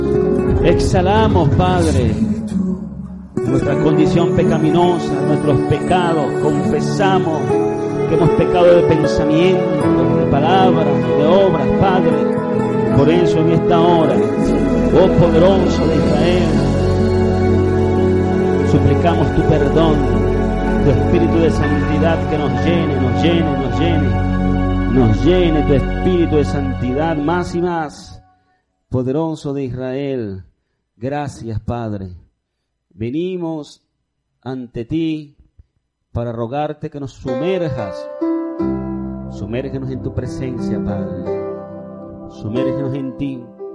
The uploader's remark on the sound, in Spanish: Servicio en vivo de la Asamblea de Yahweh Nazarena "Casa de Restauración" - Caracas